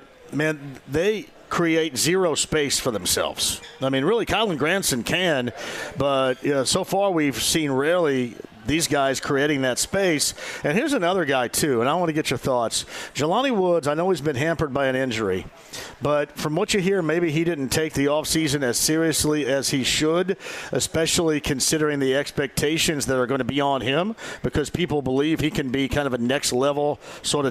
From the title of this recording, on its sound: Live From Union Jack Pub